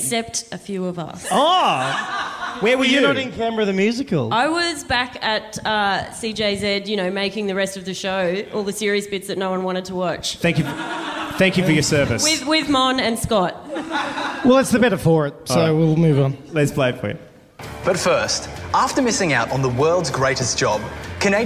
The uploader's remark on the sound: This is the audio from the Hungry Beast 10 year reunion show that we put on a couple of months ago.